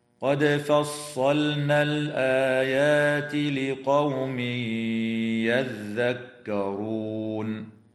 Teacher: قوله تعالى: قد فصلنا الآيات لقوم يذكرون، تقلقل الدال في كلمة قد في حالتي الوصل والوقف · ويدغم التنوين في الياء مع الغنة في قوله تعالى لقوم يذكرون، وتنتهي الآية اتفاقاً عند كلمة يذكرون، والوقف عليها من قبيل الوقف التام.